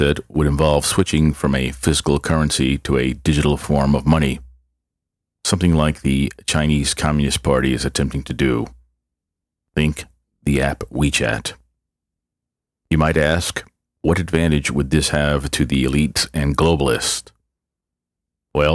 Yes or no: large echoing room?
no